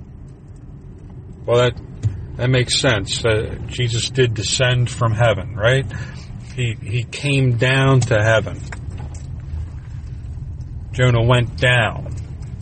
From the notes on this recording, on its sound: I recorded this in the car while traveling so please disregard the ambient sounds.